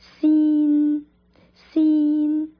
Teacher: 先也是一个有前鼻音的发音